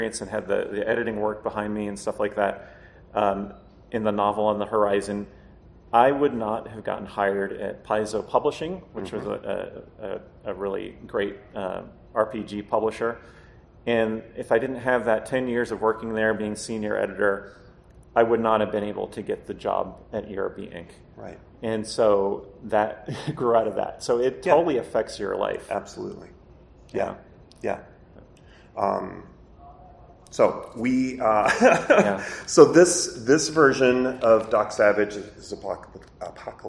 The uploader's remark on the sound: PulpFest 2023. The panel was part of FarmerCon 18.